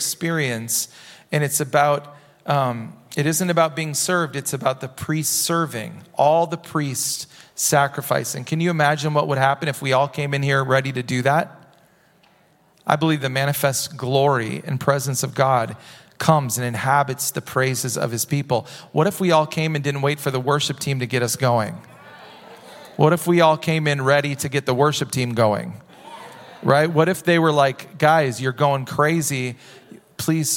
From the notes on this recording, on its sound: Recorded at Hope Church in Springfield, MO.